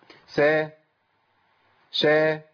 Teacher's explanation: هتلاقي اقصى لسان مش مرتفع. ع ح ذ ذ كل الحروف دي هنطقها بدون ارتفاع اقصى اللسان. · Term: الاستفال